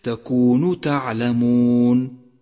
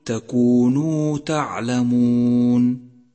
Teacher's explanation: احذر من بتر حرف الواو عند قوله تعالى ما لم تكونوا تعلمون · Shown in: second take · فيصبح تكونوا تعلمون، وهذا خطأ شائع، والصواب أن تقول تكونوا تعلمون، وهذا البتر إنما يحدث بسبب السرعة في التلاوة، فتنبه له.